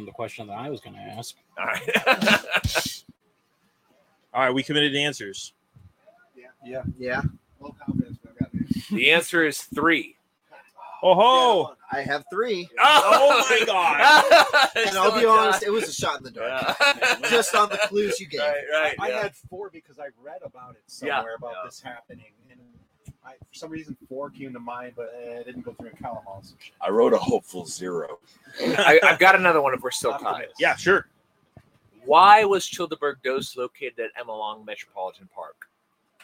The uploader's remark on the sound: This episode of the Forum is brought to you live from Chillderburg, TX, out of the WTF tent.